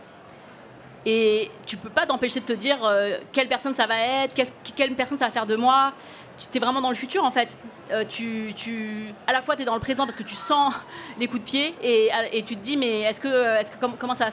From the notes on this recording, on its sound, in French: C’est la retransmission d’un enregistrement réalisé en public lors du Printemps du Podcast, organisé par le Ground Control à Paris.